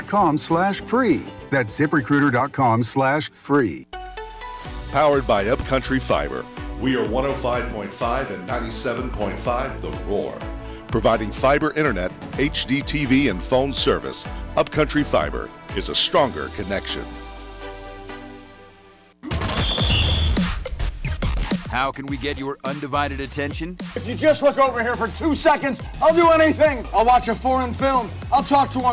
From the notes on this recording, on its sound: LIVE from Landscaoer's Supply